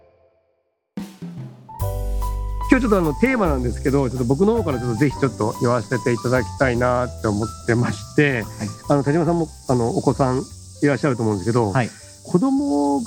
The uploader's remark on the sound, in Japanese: 屋外収録編